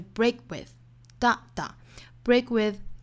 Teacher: break 这个 k 的发音，好，我们做一个不完全的爆破 break with 而不是 break with 它应该是一个音节的，所以不要把它分开成两个音节，不是 break with 应该是 break with break with conventional wisdom.